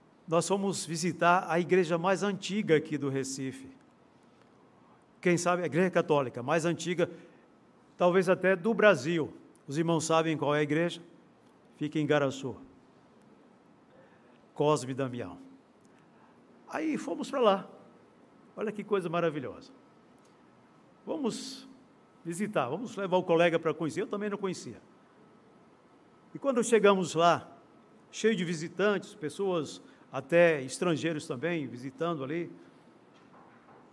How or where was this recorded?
live audience